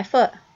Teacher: we call it a T glottalization, where the T is actually getting dropped. A lot of us drop it a little bit, but in some of these speakers, it's dropped in a way that's very salient.